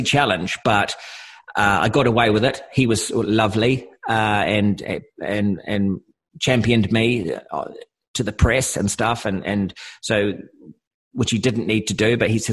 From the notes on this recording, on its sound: via Zoom from New Zealand